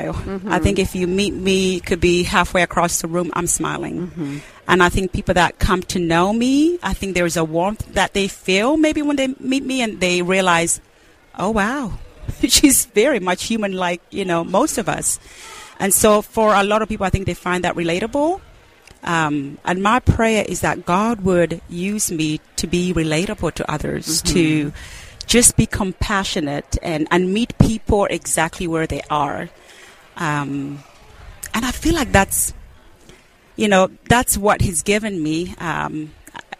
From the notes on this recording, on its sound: We interviewed business owners and leaders from across the spectrum at this year’s Workmatters Conference in Rogers, Arkansas